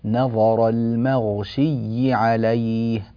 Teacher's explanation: وأنبه فقط إلى الغين في قوله تعالى المغشي نحتاج إلى مزيد تفخيم